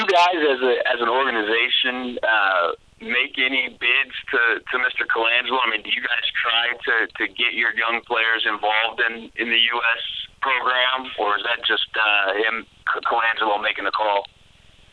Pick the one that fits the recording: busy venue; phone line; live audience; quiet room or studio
phone line